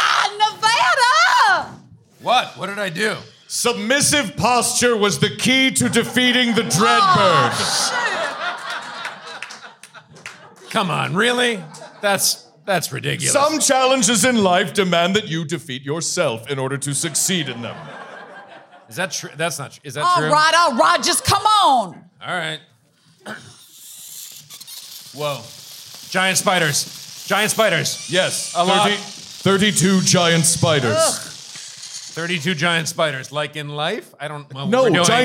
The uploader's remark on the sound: LIVE! Sparks Nevada, Marshal on Mars. SF Sketchfest 2020.